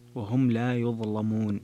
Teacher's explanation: ثم توفى كل نفس ما كسبت وهم لا يظلمون، صلة الميم وهم لا يظلمون، ويظلمون تغليظ اللام لورش